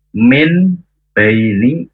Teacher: mengganti suara nun sukun atau tanwin menjadi mim. Jadi min baini itu jadi M ya. · Term: bacaan iqlab